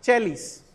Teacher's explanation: Con la E abierta